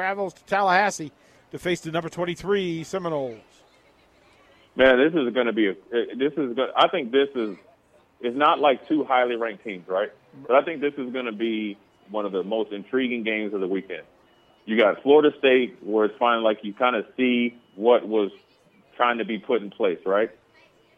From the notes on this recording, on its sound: Nebraska Football Talk Live from Barry's